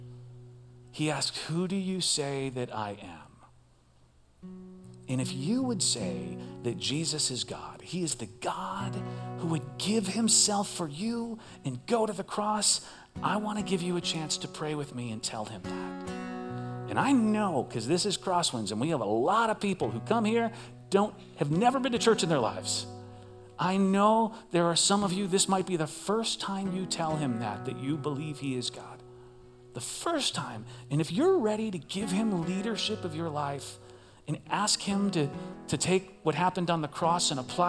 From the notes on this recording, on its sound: Recorded live at CrossWinds Church.